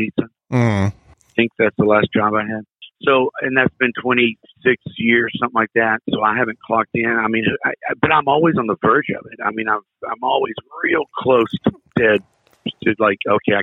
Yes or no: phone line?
yes